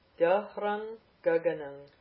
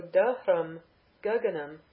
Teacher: the anuswara, the M of dahram, is coming, is being followed by a guttural, ga. And so it's taking the nasal of the following guttural